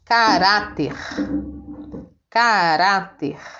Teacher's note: Também é uma palavra paroxítona, por quê? Porque a penúltima, a penúltima sílaba é a sílaba tônica, é a sílaba forte.